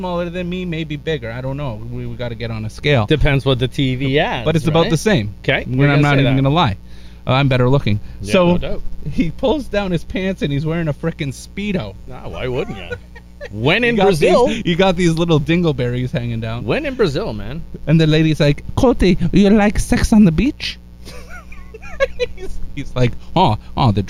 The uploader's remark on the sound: The Outdoor Episode (With The Bad Sound)